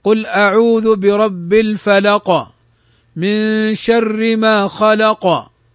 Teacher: فنلحظ أننا حينما ننطق القاف إذا سكنت في آخر الكلمة ننطقها ببيان أكثر، بظهور أكثر · Term: القلقلة